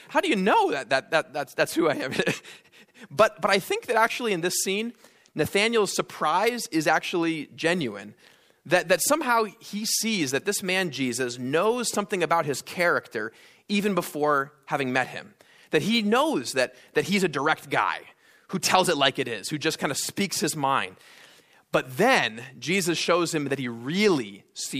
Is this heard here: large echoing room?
yes